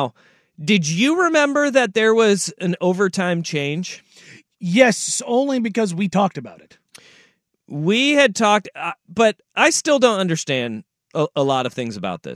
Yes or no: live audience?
no